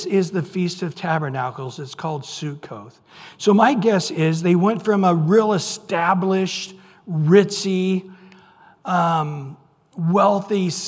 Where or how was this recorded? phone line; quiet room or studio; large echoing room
large echoing room